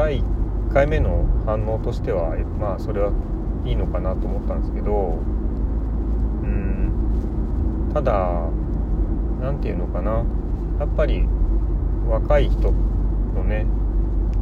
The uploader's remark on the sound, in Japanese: 雑音あり